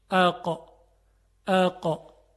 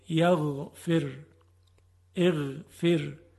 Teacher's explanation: صدای قاف محکم هست، تقه داره، برخلاف غین. در غین صدا نرم و روان بود